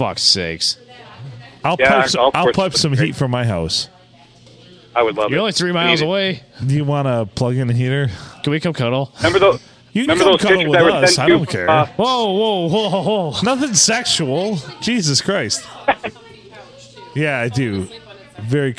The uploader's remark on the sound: Recorded in front of a live audience shooting pool at the Blue on a Sunday.